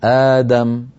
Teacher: من جملة الأوجه التي عنده مد البدل يمده حركتين، يقول آدم أو أربع حركات، آدم أو ست حركات، آدم.